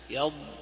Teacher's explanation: والحرف المستطيل هو الضاد لأنه استطال في الفم عند النطق به حتى اتصل بمخرج اللام، وذلك لما فيه من القوة بالجهر والإطباق والاستعلاء. · Term: الاستطالة